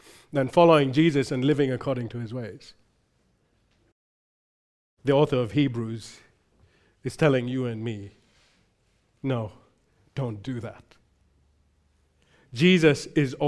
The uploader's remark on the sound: recorded live at Grace Community Bible Church